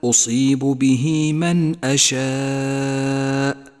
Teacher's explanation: ثم بعد ذلك لاحظ المد المتصل عند قوله تعالى أصيب به من أشاء، اجتمع حرف المد والهمزة في كلمة واحدة ولذلك سمي متصلا. يمد 5 حركات وجوبا، وقد ميز باللون الأحمر إشارة إلى زمن وموقع المد.